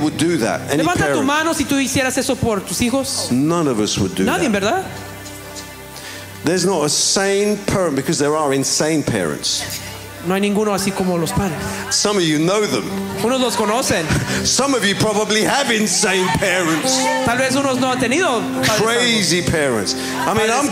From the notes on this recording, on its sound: This was recorded at a ReviveBoston gathering in April 2023.